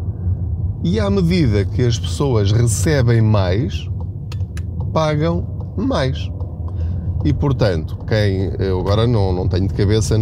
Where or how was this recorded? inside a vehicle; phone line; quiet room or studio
inside a vehicle